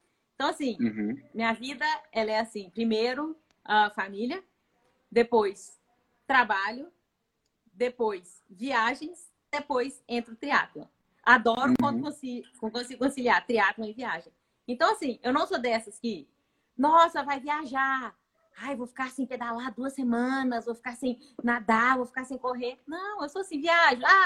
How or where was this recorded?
video call